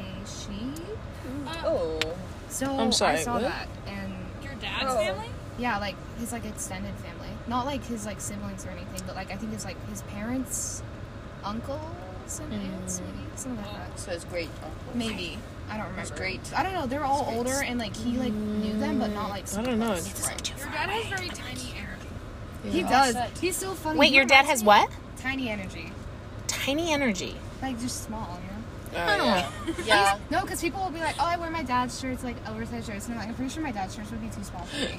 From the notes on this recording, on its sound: This time we are driving home from the camp out.